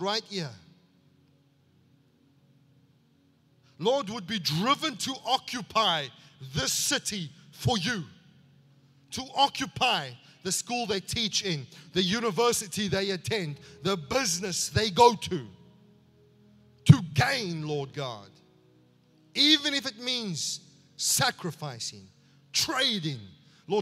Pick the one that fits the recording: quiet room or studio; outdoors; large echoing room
large echoing room